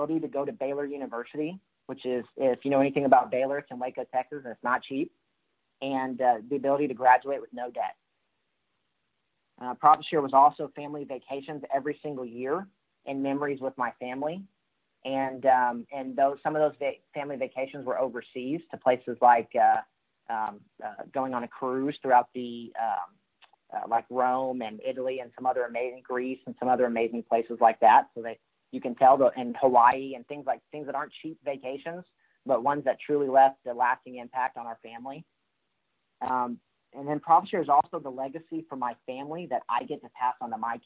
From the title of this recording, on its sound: Call Recording